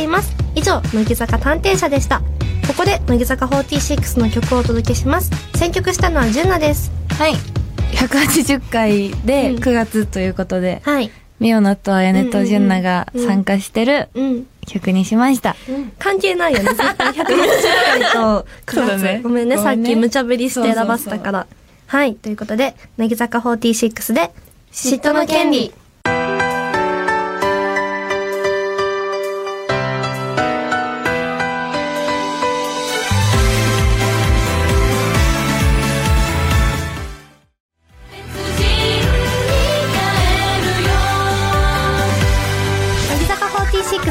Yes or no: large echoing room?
no